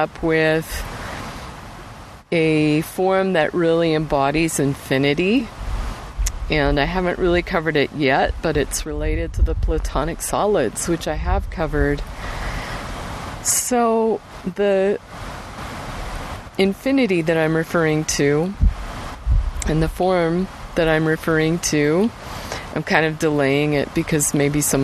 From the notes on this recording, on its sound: Accompanied by the rugged sounds of the wind and river as a backdrop for my muse.